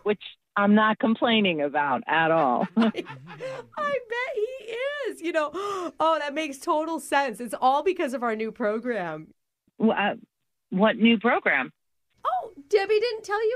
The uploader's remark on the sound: Phone Tap. Calling from the daycare center.